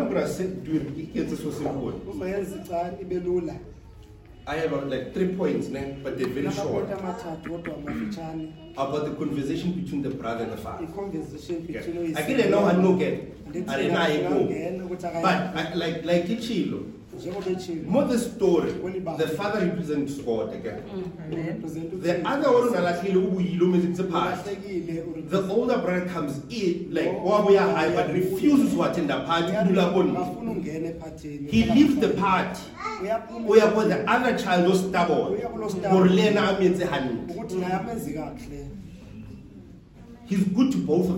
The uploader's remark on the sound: Preached at St John's Apostolic Faith Mission Church in Tembisa.